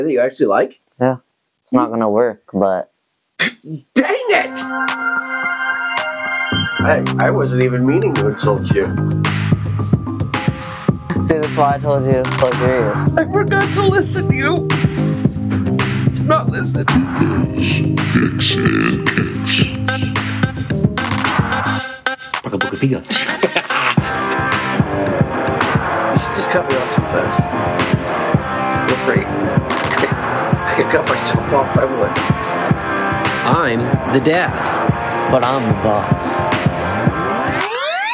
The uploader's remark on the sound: Record on the way from a tough tie on their way to witnessing an embarrassing team loss.